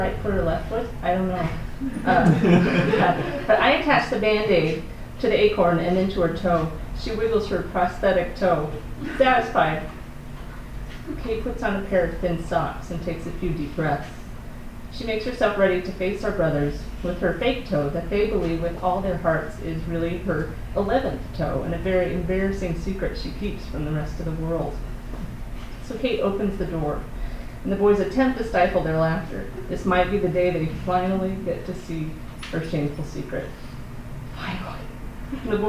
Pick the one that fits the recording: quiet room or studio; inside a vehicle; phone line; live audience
live audience